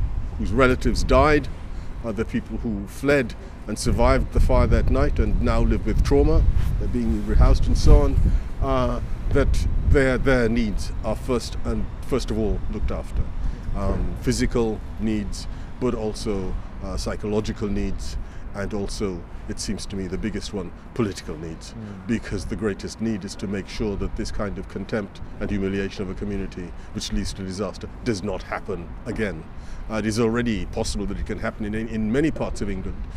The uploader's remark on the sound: A Political Walk in North Kensington, London